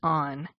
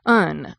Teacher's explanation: when the word wasn't stressed, the ah vowel was shortened, so that on was pronounced more or less as un